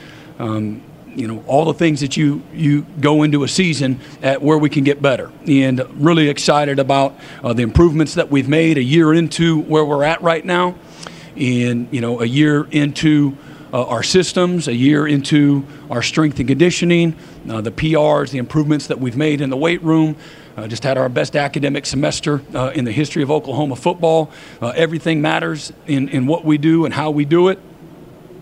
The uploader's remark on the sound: Press conference at Big 12 Football Media Days.